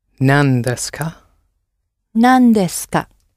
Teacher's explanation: Nani becomes shortened when it's followed by des, because it has a hard d sound for the Japanese. It's just much smoother to say the word nan.